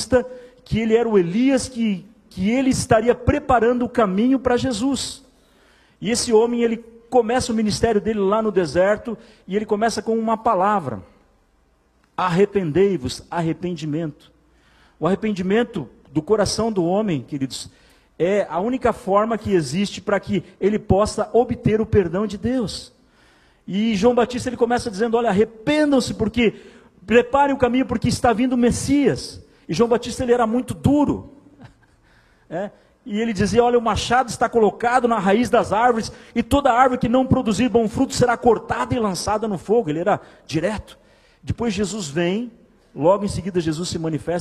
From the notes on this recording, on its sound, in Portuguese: Em nosso Culto de Celebração. Igreja ABA Blumenau (Transmitido ao vivo).